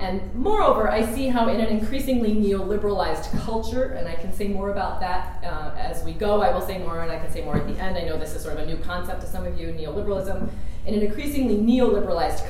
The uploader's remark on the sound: This lecture was recorded on February 17, 2016 in the Pruyne Lecture Hall at Amherst College.